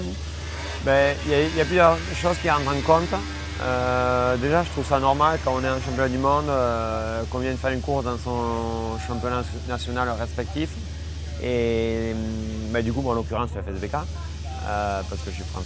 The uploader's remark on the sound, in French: enregistré au circuit Carole lors de l'étape du FSBK qui s'est déroulée sur le Circuit Carole en août dernier